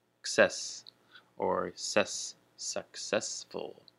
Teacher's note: So successful, the emphasis is on the second syllable